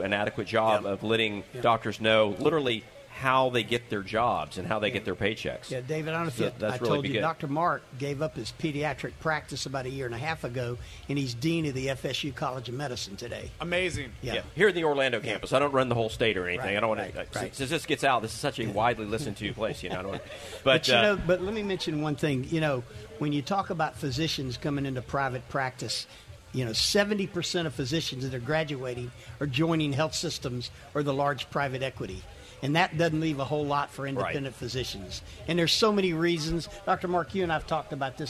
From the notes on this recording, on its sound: Special edition live from the Florida Association of Accountable Care event.